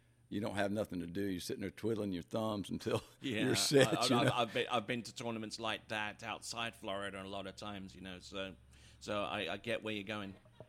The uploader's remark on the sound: Recorded at Lake 38 in Quincy, Fl during the Pro Slalom event